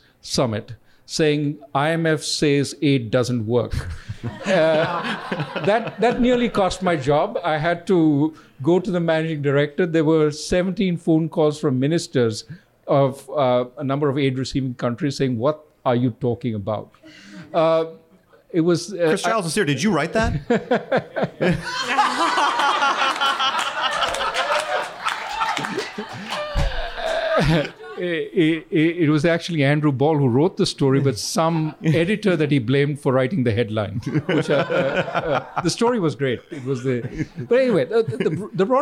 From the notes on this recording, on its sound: Alphachat Live! In a live conversation recorded at Penn Social, a bar in Washington DC.